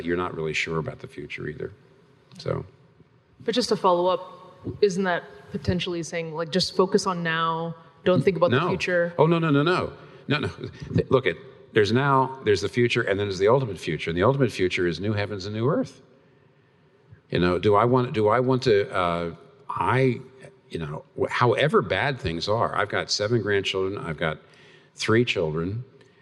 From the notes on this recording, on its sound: This Q&A session was recorded before a live audience on April 18, 2019 in New York City.